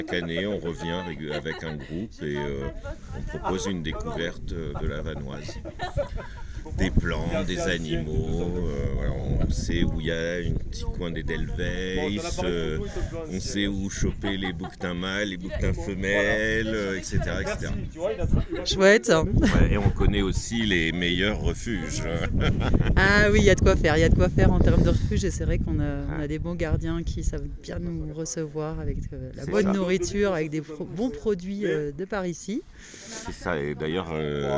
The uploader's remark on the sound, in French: Observations du Ciel le Jeudi 6 Juillet au Refuge de Plan du Lac à Valcenis – 60 Ans du Parc National de la Vanoise. Lors de notre événement astronomie au Refuge du Plan du Lac pour célébrer les 60 ans du Parc de la Vanoise, nous avons eu l’opportunité de réaliser des interviews inspirantes.